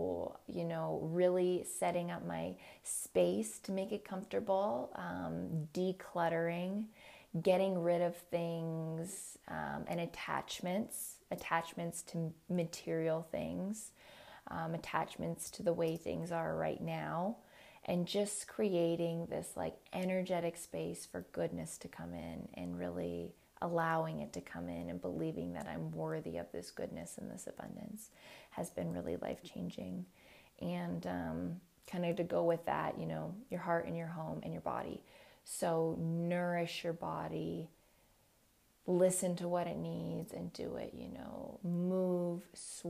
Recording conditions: sounds in the background